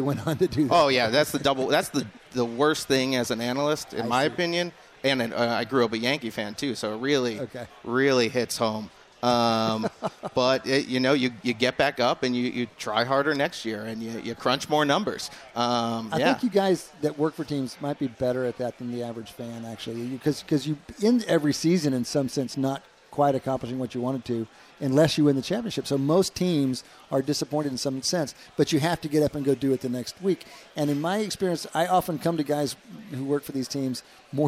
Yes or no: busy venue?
yes